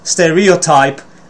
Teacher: So the thing is, actually, it is pronounced stereotype, and the primary stress is on the first syllable